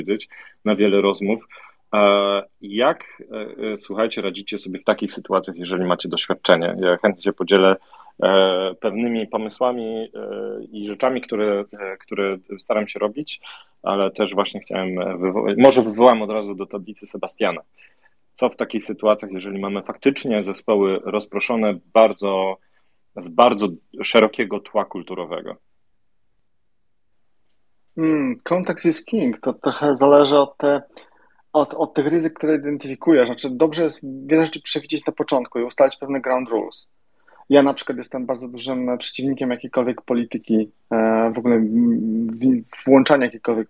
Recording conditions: video call